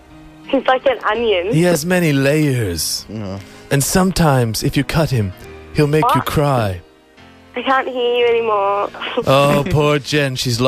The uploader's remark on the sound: phones a sex-line, and we have the audio to prove it